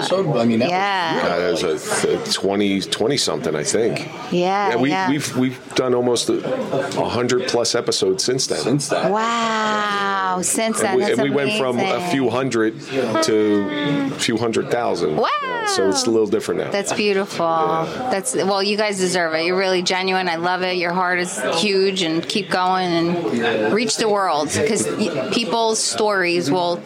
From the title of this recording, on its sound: Live at the Grande Saloon